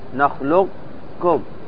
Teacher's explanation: القاف والكاف، القاف والكاف، نخلق كم، تقاربا في المخرج الخاص دون الصفات، فهما يفترقان، وإنما يشتركان في بعض الصفات. · Term: المتقاربان